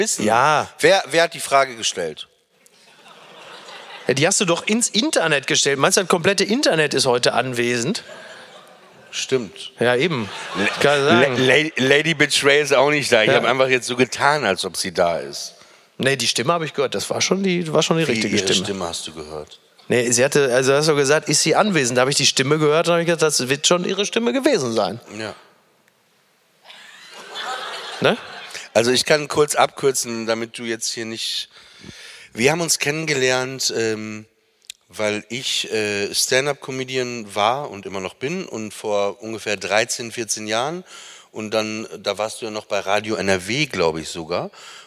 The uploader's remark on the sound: LIVE AUS HAMBURG. Live on Stage in Hamburg.